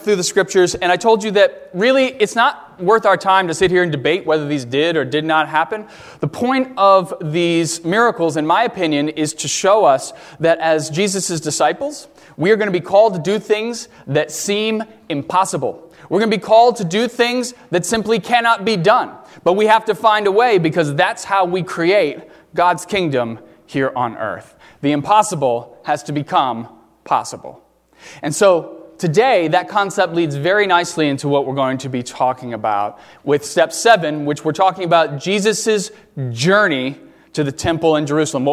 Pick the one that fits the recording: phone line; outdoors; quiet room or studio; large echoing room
large echoing room